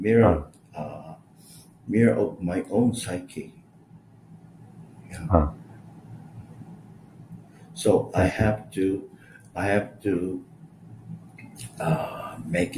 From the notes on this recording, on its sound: Sorry for my audio. I tried new headphones for the first time and neglected to test the audio beforehand.